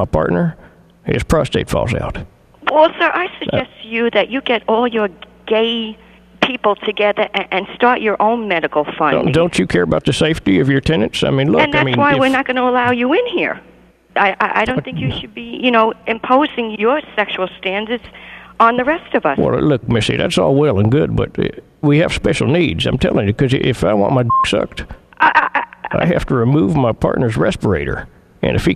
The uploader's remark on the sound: Prank Phone Calls